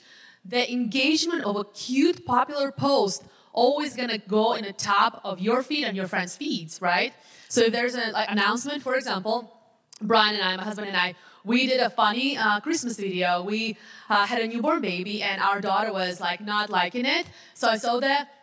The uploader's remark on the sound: the social media panel at the 2019 HyperFast Sales Summit